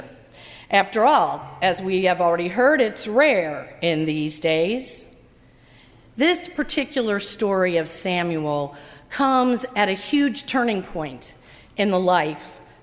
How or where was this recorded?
large echoing room